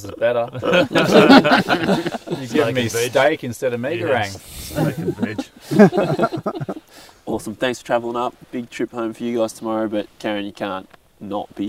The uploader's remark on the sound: Chat Around the Campfire: Our Camping Drift Down the Murrumbidgee River. This adventure was too special not to record a podcast on location. On night two of our three-day drift, we sat down to record an episode for the podcast.